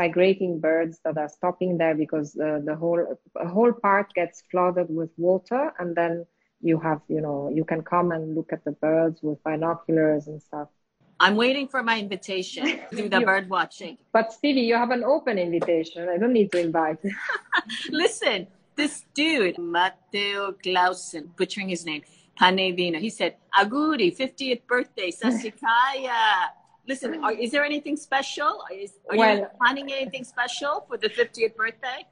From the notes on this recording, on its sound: Recorded on instalive during the pandemic. These recorded sessions are then released on the podcast to immortalize them!